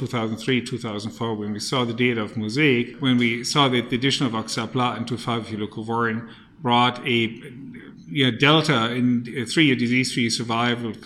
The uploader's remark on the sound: Interview was recorded at the 2017 ASCO Conference in Chicago.